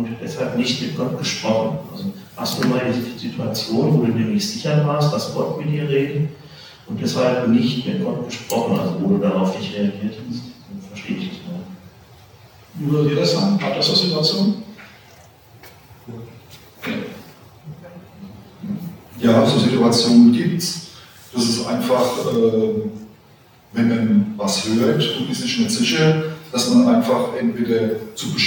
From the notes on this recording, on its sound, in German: Aufgezeichnet im Livestream Gottesdienst der Ev. Melanchthongemeinde Griesheim.